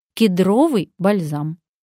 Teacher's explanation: В прилагательном «кедровый» запоминаем ударение на втором слоге.